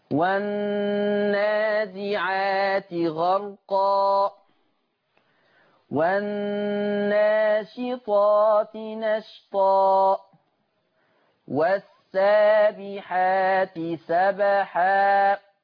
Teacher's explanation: نلاحظ من اداء الايات السابقه فتح رؤوس الاي قولا واحده